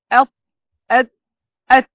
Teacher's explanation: طرف اللسان مع أصول الثنايا العليا تخرج الحروف النطعية